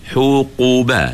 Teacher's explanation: masa kita sebut qu tu, pangkal lidah kita turut naik. Tetapi pada huruf dad, dia bukan takat pangkal saja naik. · Term: huruf qaf